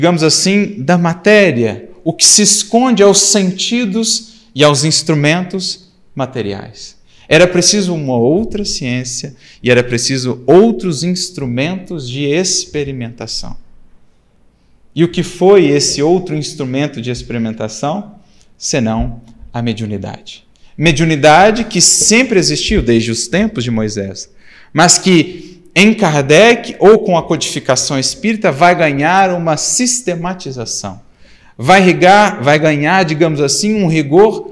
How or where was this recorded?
large echoing room